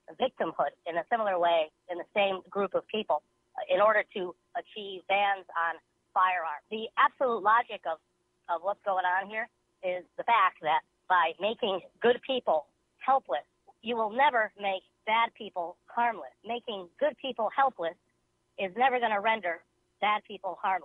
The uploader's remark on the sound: take a few more phone calls